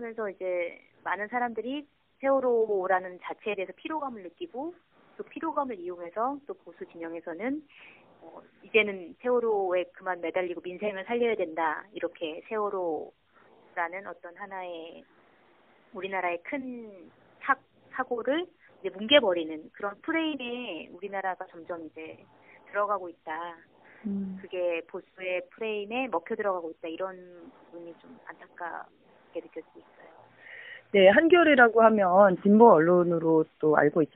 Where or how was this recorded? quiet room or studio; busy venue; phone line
phone line